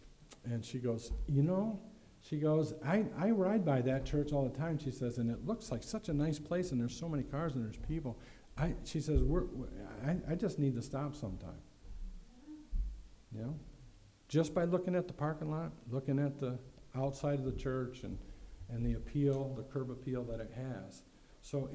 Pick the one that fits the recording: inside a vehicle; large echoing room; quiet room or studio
large echoing room